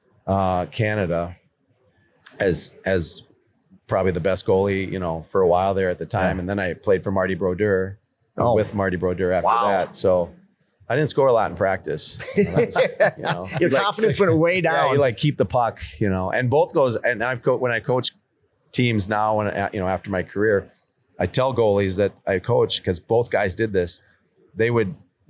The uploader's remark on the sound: on location in White Bear Lake for Hockey Day Minnesota